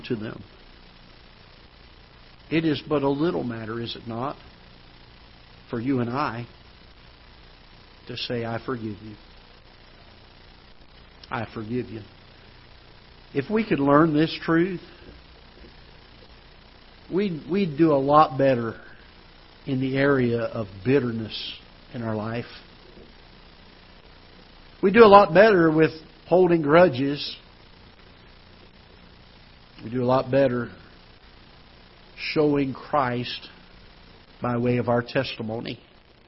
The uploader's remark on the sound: Ketha Heights Baptist Church ~ Live Broadcast